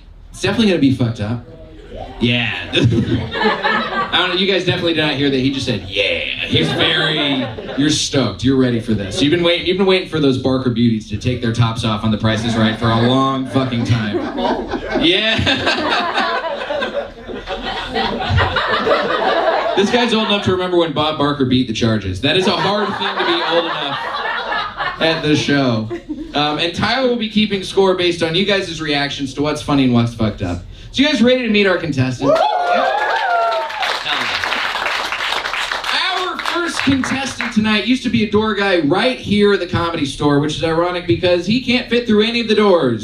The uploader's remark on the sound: Recorded live at The Comedy Store.